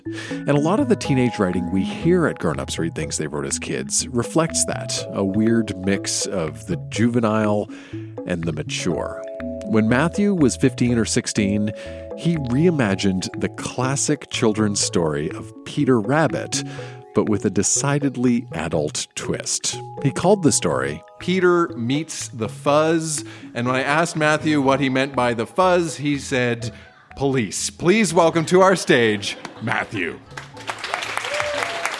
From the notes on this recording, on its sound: Recorded live at The Company House in Halifax, NS.